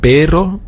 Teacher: das wird vorne etwas gerollt